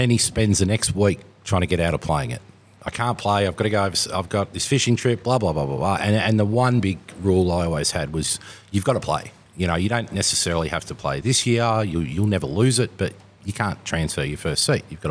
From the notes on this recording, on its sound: live at the APLPT Melbourne at Club Italia